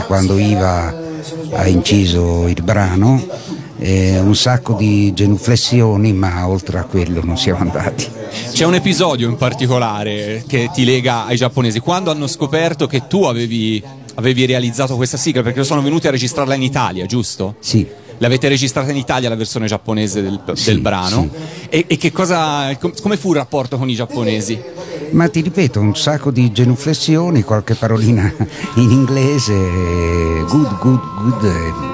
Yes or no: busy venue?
yes